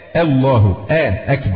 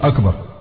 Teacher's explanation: مفيش حاجة اسمها همزة تتفخم خالص، همزة لازم ترقى · Shown in: first take